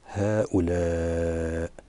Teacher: وإن كان في الرسم هؤلاء في حيز واحد ولكن مد منفصل يعتبر باعتبار أنها التنبيه، الألف فيها قد مد هذا المد الطويل بسبب مجيء الهمزة بعده